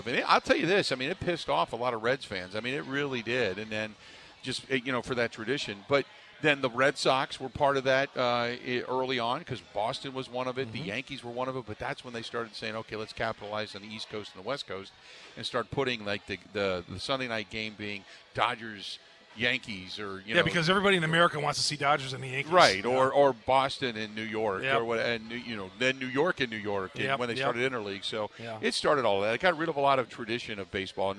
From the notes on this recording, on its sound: spends the first hour live from Steny's